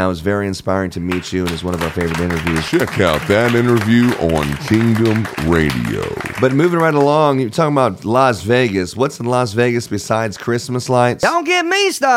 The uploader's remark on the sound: Were invited to Las Vegas to attend CLIPA Con 23 as our radio station. It was our first time having a booth and recording the show LIVE.